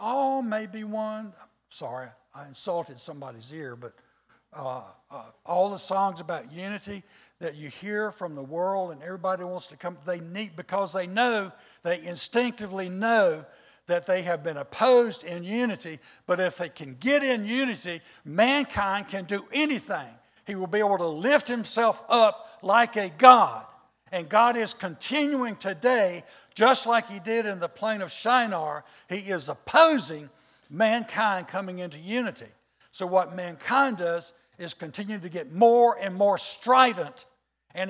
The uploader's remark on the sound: was recorded on Sunday, October 3rd, 2021, during service at The Anchor Church in Rockport, Maine.